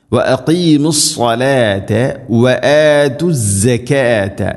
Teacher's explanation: അടുത്ത ആയത്തിൽ വഅഖീമുസ്സലാത്ത വആതുസ്സകാത്ത, വഅഖീമുസ്സലാത്ത വആതുസ്സകാത്ത, വഅഖീമു ഖാഫ്, വഅഖീമുസ്സ സാദ്. സ്വാദ് ഉച്ചരിക്കുന്ന സമയത്ത് നാവിൻ്റെ മധ്യഭാഗം അണ്ണാക്കിലേക്ക് ഉയർന്നു നിൽക്കണം, ഹെവി ആയിട്ട് ഉച്ചരിക്കണം. സ്വരഭാരത്തിൽ ഉച്ചരിക്കേണ്ട അക്ഷരമാണ് സ്വാദ്.